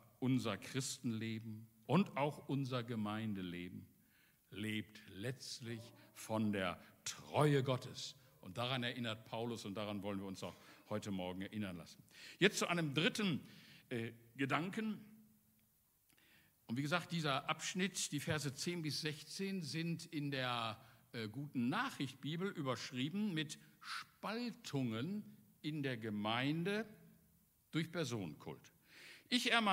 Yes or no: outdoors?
no